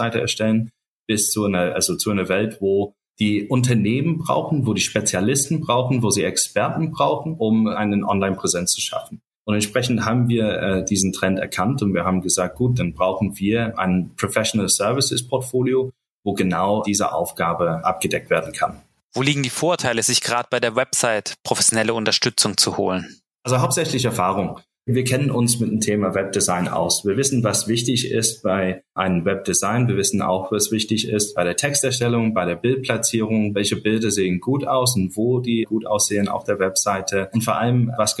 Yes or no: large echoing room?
no